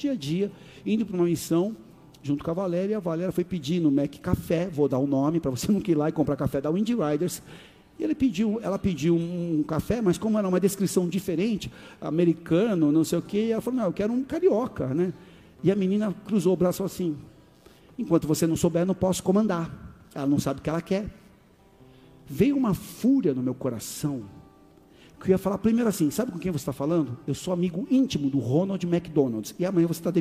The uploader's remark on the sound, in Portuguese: Áudio extraído do Culto do dia 16 de de Julho de 2023.